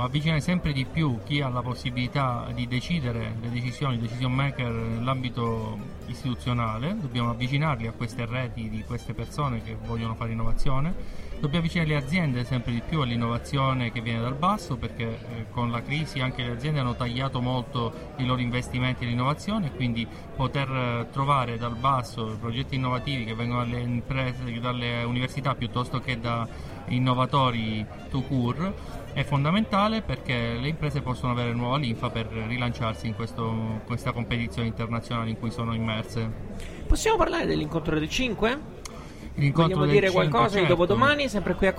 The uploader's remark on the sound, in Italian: Diretta Live dal PNI 2015